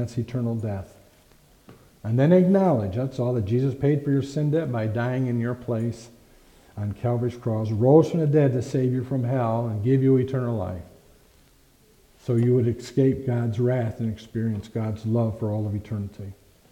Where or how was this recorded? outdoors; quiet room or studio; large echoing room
large echoing room